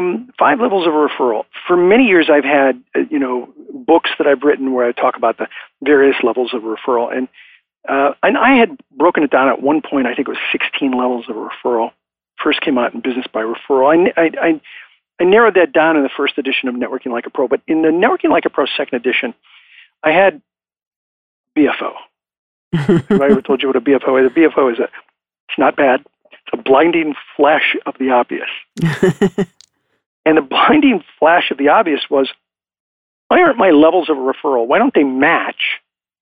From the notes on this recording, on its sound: I am coming to you from Live Oak Recording Studio in Berkeley, California. I am joined on the phone today by the Founder and the Chief Visionary Officer of BNI.